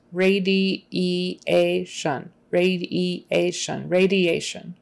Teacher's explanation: emphasis on the second to the last syllable before the shun. T-I is S-H. · the IA are two separate vowel sounds